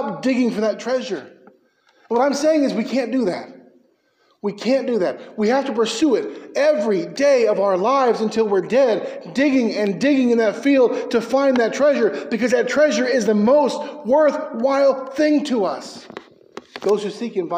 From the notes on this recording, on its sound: Preached at Mckee Road Baptist Church in Bakersfield, Ca.